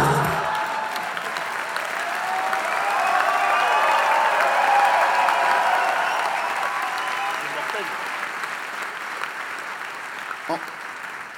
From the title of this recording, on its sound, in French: De Retour En Public